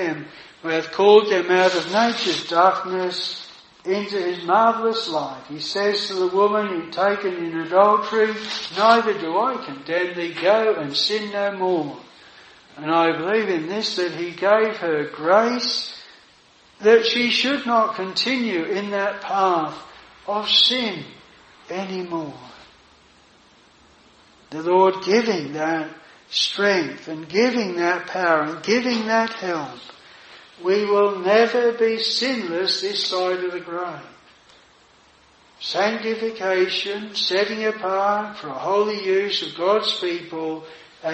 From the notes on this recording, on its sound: This sermon was preached at Jireh Chapel Tenterden